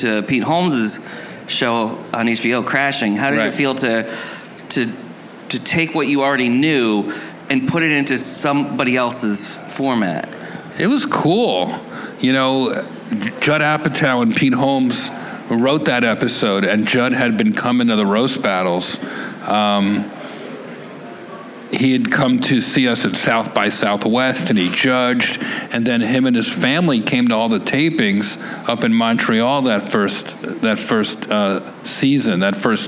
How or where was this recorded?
live audience